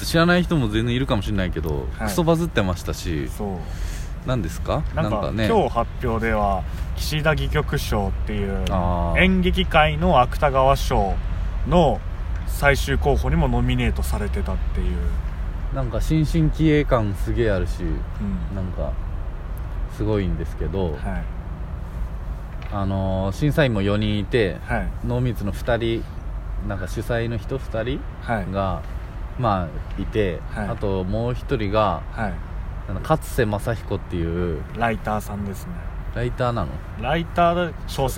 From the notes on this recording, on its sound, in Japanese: 23時の新宿中央公園から公開収録でお届けします。耳をすませばスケボー少年の軽快な滑りが微かに聞こえてくるはず。都庁の目の前で。